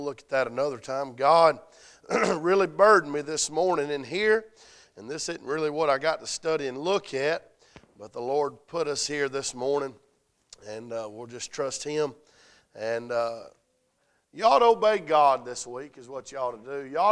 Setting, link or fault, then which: setting, large echoing room